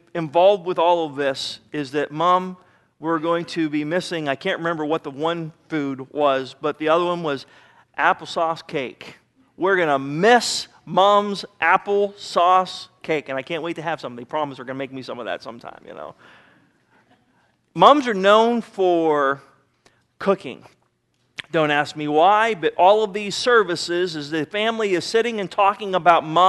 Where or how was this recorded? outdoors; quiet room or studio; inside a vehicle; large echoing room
large echoing room